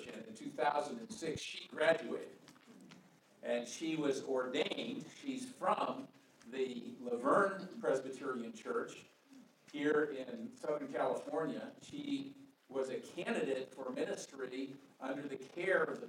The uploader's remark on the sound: Message was delivered during the Traditional and Contemporary joint worship service.